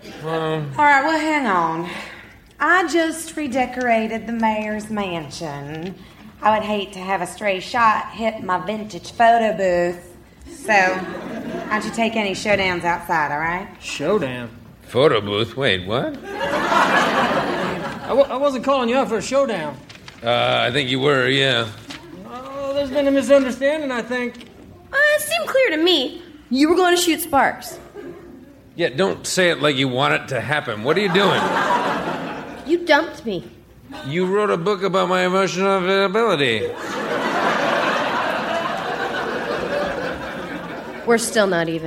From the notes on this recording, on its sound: Recorded Live 12/3/2011 at Largo, Los Angeles.